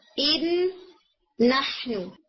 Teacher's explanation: پہلا نون سیکنڈ نون کے اندر کمپلیٹلی مرج ہو جائے گا، اور اسی وجہ سے آپ کو نحنو کے نون کے اوپر تشدید نظر آتی ہے، ایدن نحنو.